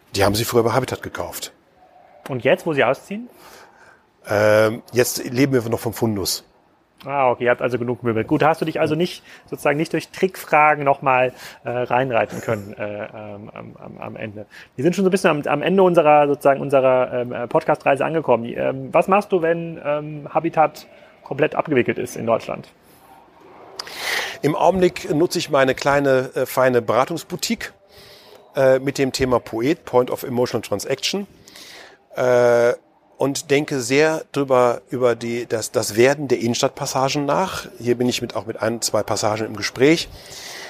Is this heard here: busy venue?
yes